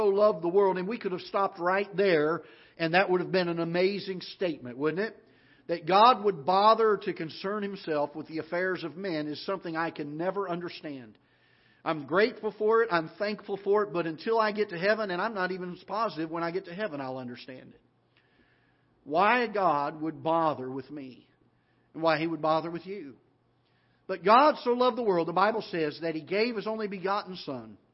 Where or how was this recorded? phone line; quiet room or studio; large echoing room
large echoing room